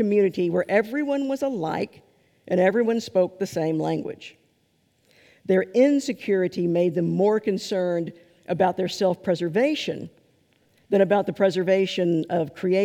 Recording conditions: large echoing room